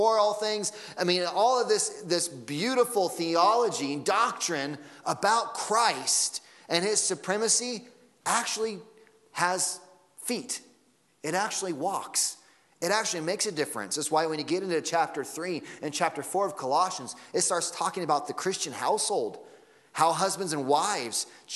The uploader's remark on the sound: Sunday Morning Sermon Audio